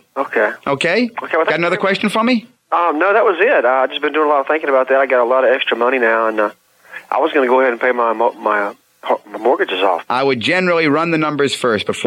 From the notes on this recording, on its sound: call-in show